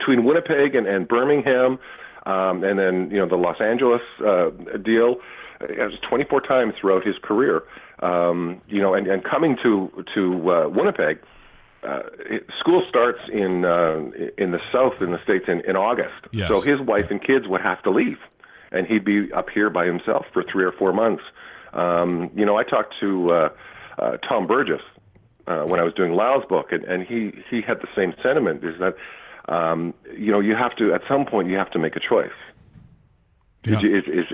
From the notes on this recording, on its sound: On today's show, we are joined on the phone